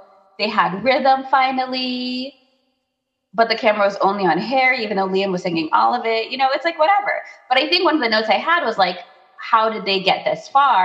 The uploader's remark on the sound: We would apologize for the technical glitches